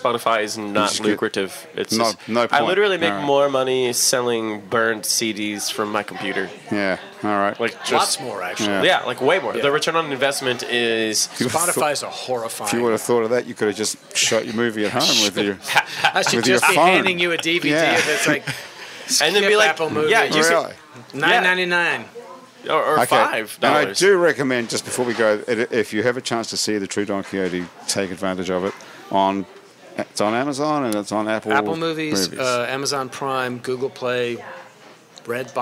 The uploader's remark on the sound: This show was recorded at The Freret Beer Room in Uptown New Orleans.